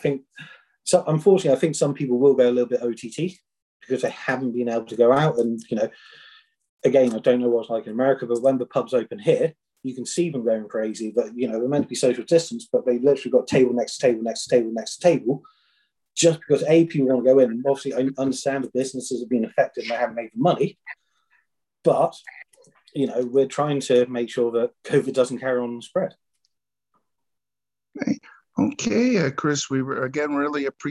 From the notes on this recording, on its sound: Original Zoom Audio. What we have here is the Zoom portion of the interview.